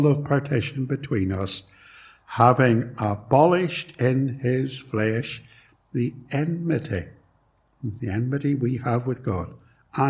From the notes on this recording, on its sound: It was recorded at Templepatrick